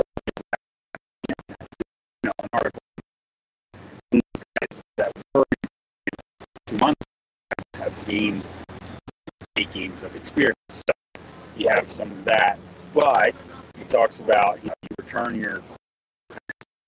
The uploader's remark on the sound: Recorded LIVE from Lebanon. This episode was recorded live via iPad in the parking lot near Earl Boltz Stadium in Lebanon about 30 mins. Following the conclusion of the game. The audio quality is poor and the stream drops out repeatedly.